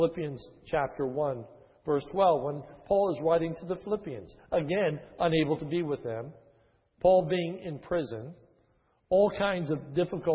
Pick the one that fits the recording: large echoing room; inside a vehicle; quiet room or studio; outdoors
large echoing room